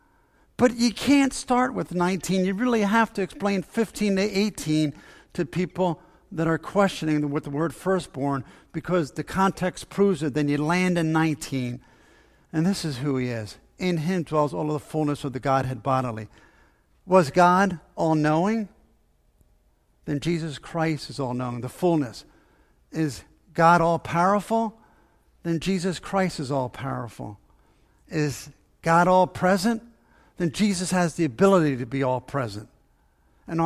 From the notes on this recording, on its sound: Faith Baptist Church in Hamilton, NJ.